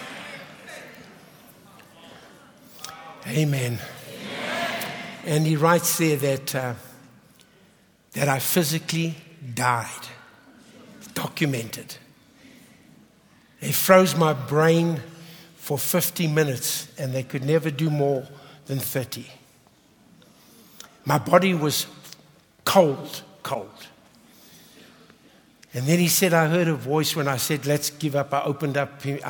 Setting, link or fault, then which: setting, large echoing room